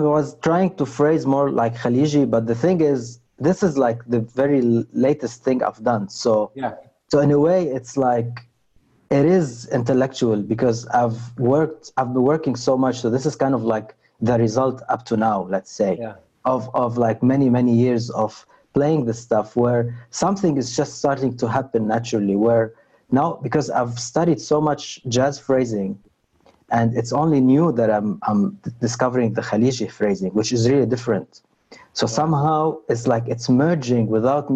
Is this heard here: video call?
yes